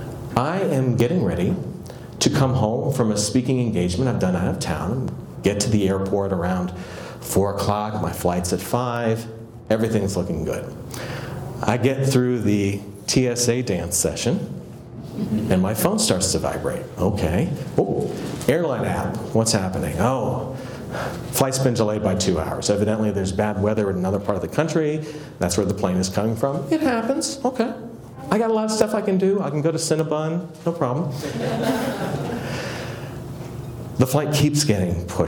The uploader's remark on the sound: excerpt from one of my keynote presentations